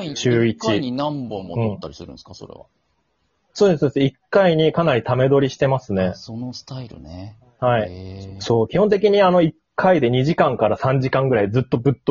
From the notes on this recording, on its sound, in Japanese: 2～3時間ぶっ通しまとめ録り。リモート収録。